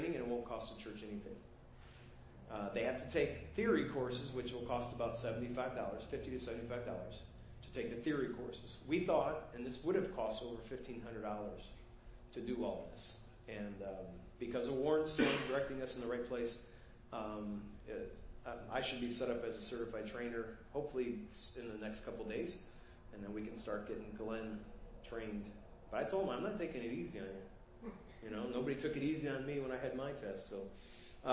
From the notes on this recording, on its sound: Preached at First Baptist Church of Hazel Park